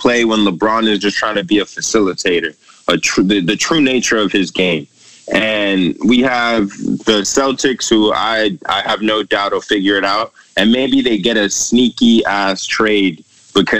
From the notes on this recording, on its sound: Our first pod outside the studio, kicking it on Skype.